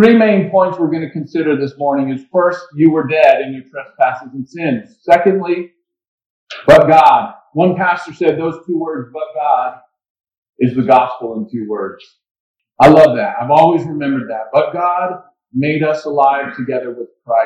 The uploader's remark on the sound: Waypoint Christian Church. Sorry about the audio quality, we had some mic issues.